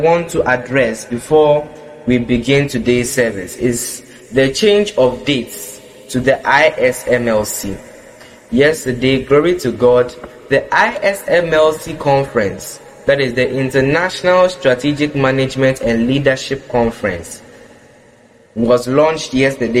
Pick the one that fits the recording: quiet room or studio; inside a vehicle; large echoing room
large echoing room